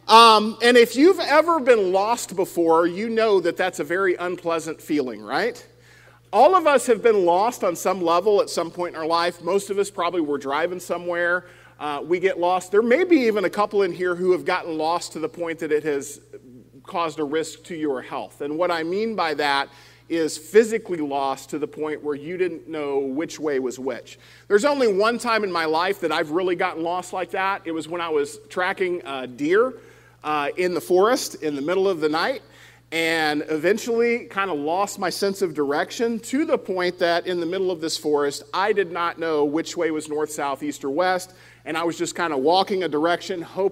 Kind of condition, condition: setting, large echoing room